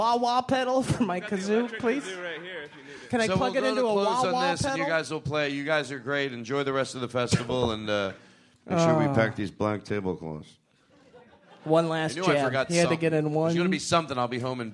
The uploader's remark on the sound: This episode is live from San Francisco Sketchfest